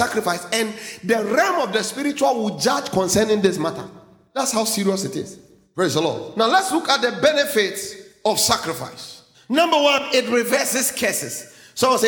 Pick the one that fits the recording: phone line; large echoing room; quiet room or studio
large echoing room